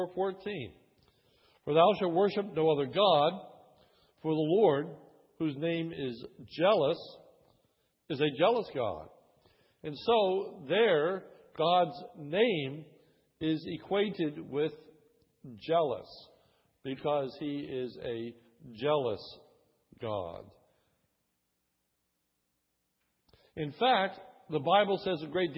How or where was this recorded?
large echoing room